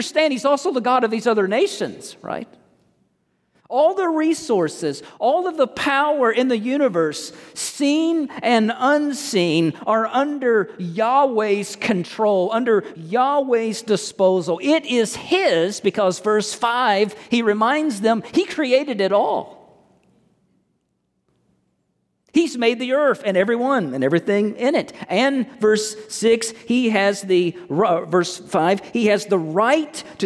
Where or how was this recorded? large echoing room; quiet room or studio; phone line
large echoing room